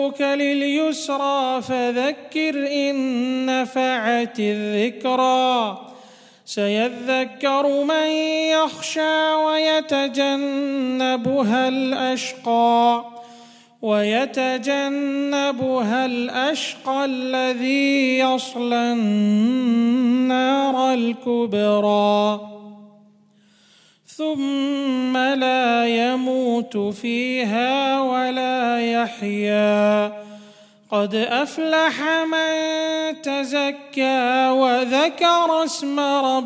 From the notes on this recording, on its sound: at The Houghton Masjid (West Street)